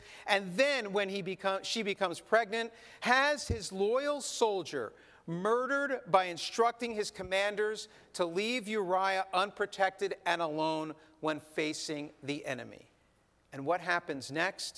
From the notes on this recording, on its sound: This sermon was recorded in our synagogue's sanctuary.